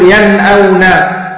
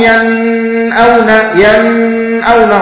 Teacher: حكمها هنا يا مشايخ الإظهار الحلقي، أي أن تظهر هذه النون · Shown in: first take